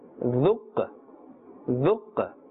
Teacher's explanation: Qaf is also part of the qalqala letters. And qalqala is taking place here. And therefore that slight echoing or bouncing sound must be heard.